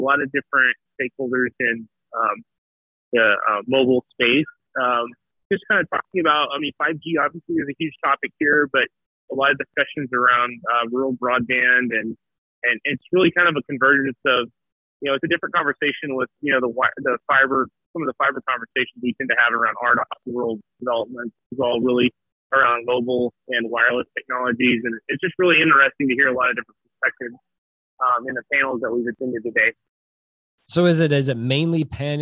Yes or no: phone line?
yes